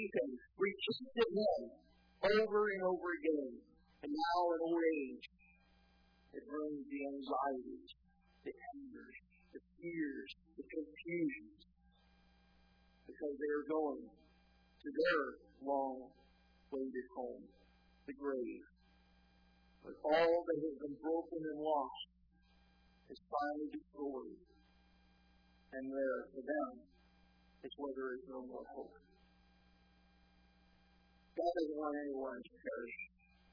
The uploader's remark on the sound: Sermon was recorded July 29, 2018 at Northside Baptist Church of Elkhart, Indiana.